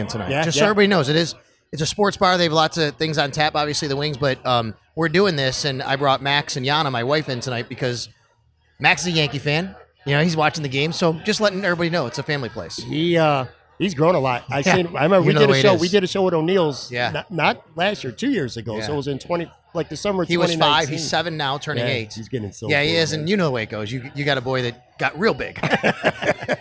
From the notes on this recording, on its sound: Taped at Sports City Pizza Pub on the west side. Arguably his favorite all-around bar in Western New York.